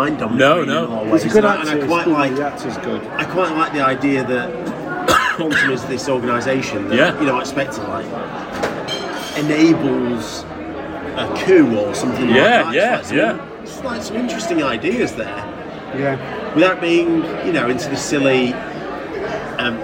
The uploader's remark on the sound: Live from the Robert Shaw. Located in northern England, the Wetherspoons honours the town's greatest son.